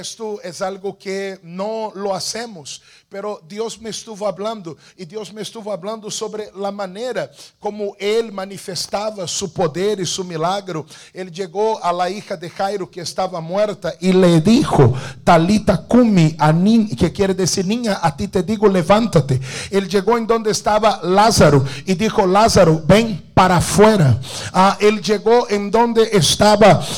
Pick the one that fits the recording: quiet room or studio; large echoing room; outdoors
large echoing room